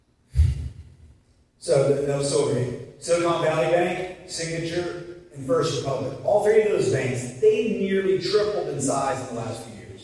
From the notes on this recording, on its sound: excerpts from his keynote speech at this year's FSPA Conference